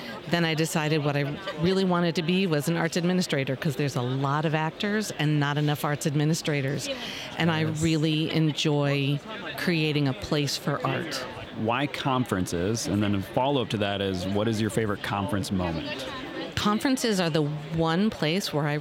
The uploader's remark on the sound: Live From Our Booth at MAX Part 2. We are back with the rest of booth interview from MAX!